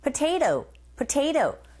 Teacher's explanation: potato가 틀린 건 아니지만 원어민들 입에서 나오는 소리가 potato, potato. 트 사운드가 모음 사이에 껴있을 때 플랍 현상에 의해서 르에 가깝게 들리게 되고요